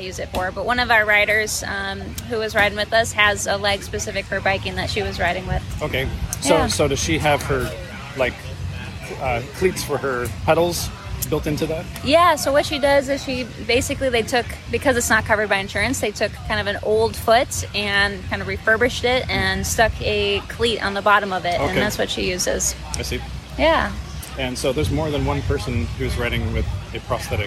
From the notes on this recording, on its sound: takes you on an audio journey from the long-awaited Seattle to Portland (STP) ride, a two day 206-mile cycling pilgrimage.